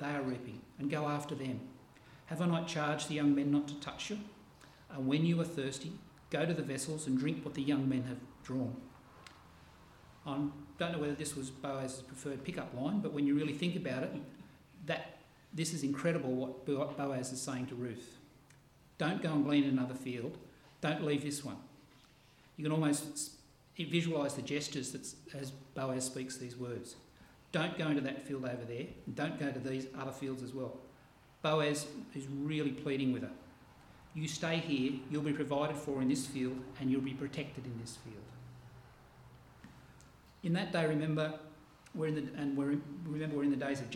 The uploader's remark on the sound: This sermon was preached on 6 August 2023 at all services of Helensburgh and Stanwell Park Angilcan Church.